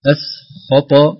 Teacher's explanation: الخاء مفخمة والطاء مفخمة ومستعلية منطبقة فيها قوة، فربما يؤثران هذان الحرفان على السين فنقول أسخط الصحيح أسخط ترقيق الهمزة وبعدها ترقيق حرف السين.